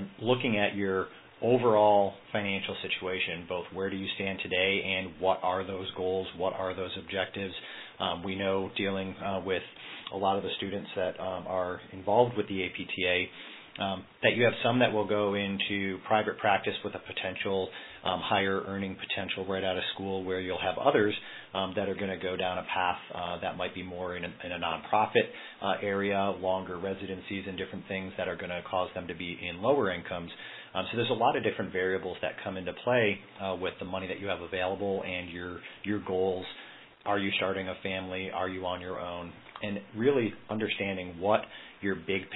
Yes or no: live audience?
no